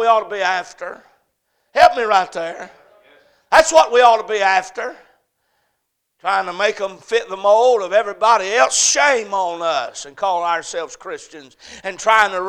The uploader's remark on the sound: A Message preached at Crossroads Baptist Church on Wednesday Evening